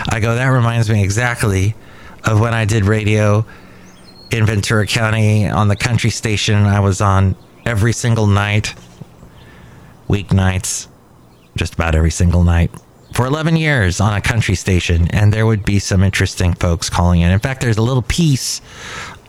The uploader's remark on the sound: podcasts live from Cafe Anyway